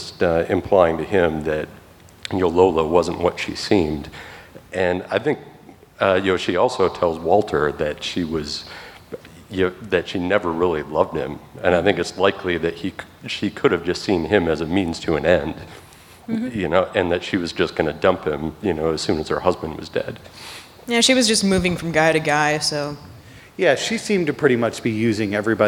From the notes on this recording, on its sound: our recording at Pepito’s